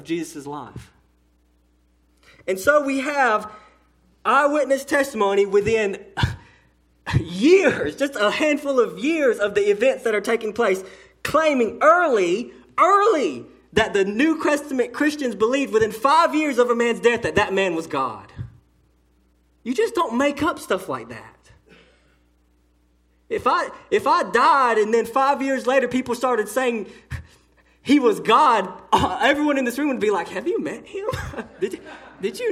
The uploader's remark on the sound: A sermon delivered to Cottondale Baptist Church in Eastman, GA on Sunday 1/14/18 during the 6:00pm service